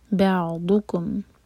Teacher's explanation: ضاد زبان کی سائڈ سے پڑھا جائے گا، اگر زبان کی ٹپ یوز کریں گے تو دال کا ساؤنڈ آئے گا تو میننگ بدل جائے گا.